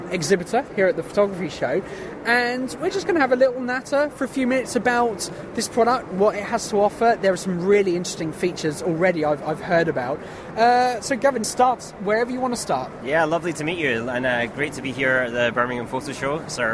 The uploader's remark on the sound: Live recordings from The Photography Show 2016. I recorded a number of conversions whilst there.